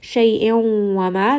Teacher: So we have waw, and this is going to be idgham with ghunna, meaning that I am going to say this noon sound and I'm going to bring this up into the nose to say this sound. Wama, this is a two count mad.